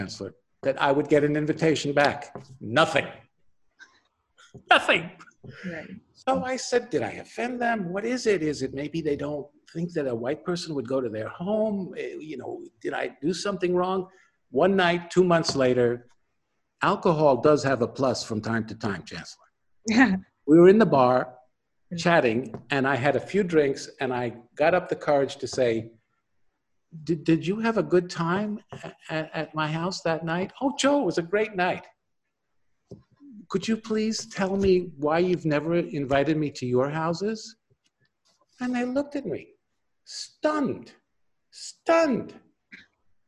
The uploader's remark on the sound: This interview was conducted over Zoom